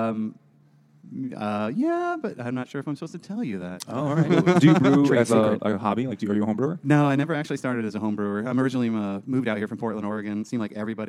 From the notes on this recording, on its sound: Moby Dick by Herman Melville at Finback Brewery.